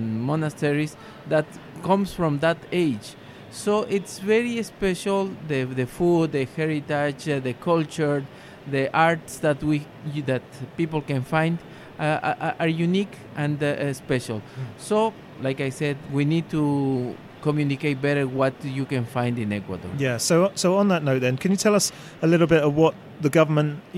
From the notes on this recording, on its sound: Recorded at the World Travel Market, 2018, we partnered up with some of the exhibitors and delegates to get a flavour of what was being discussed at the event.